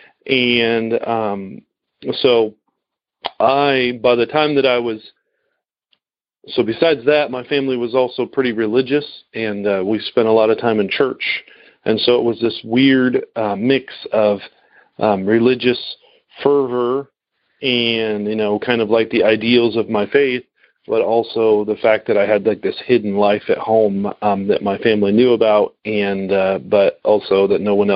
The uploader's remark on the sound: Noon Phone Speaker Meeting